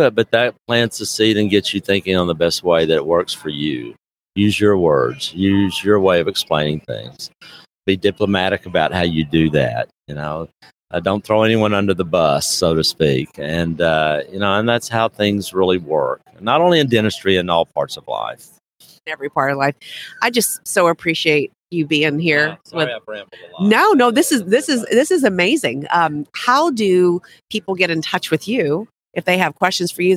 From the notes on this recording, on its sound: LIVE from SmileCon